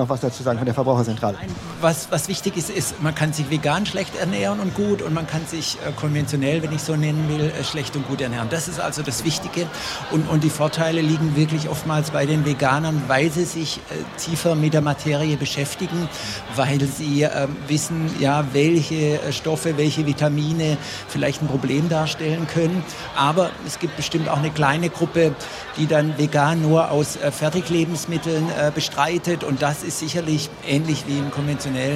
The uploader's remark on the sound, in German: LIVE von der GRÜNEN WOCHE